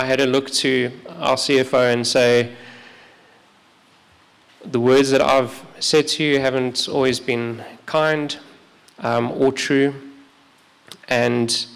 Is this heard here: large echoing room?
yes